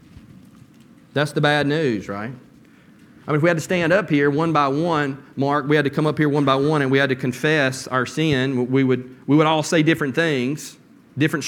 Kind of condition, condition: setting, large echoing room